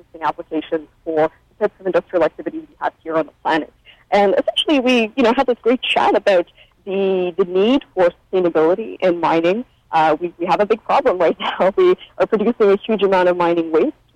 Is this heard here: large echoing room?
no